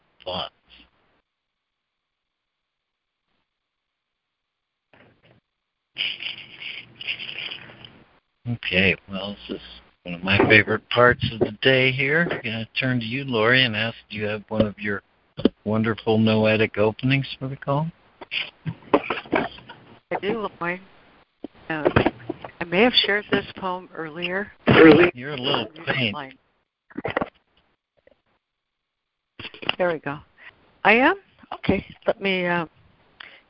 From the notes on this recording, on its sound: ACIM Daily Conference Call